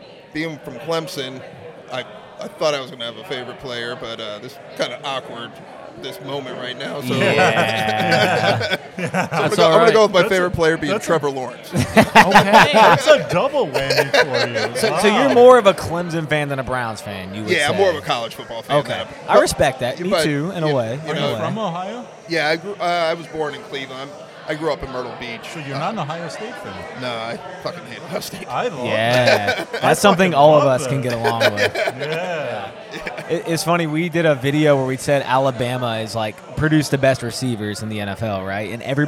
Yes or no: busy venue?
yes